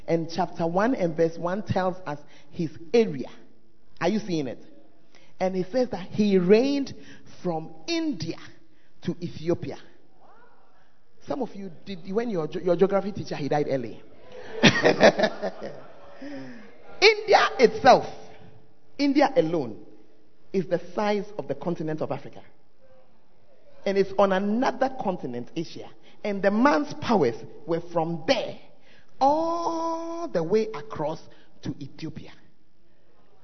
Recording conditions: large echoing room